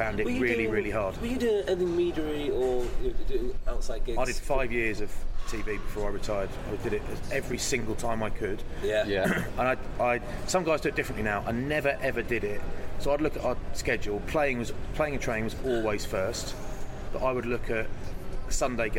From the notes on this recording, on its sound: In this mildly hungover special recorded in a hotel lobby in the States after a Premiership game in Philadelphia.